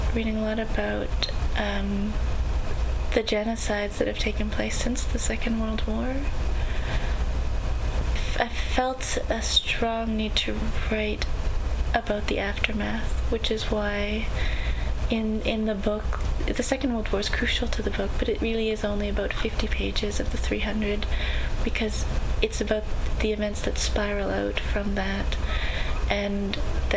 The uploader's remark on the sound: Please excuse the audio.